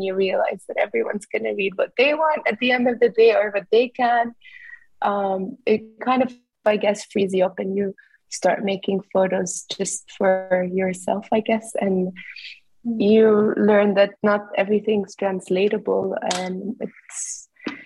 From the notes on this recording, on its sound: there is a moderated town-hall-style Q&A with questions coming from the live virtual audience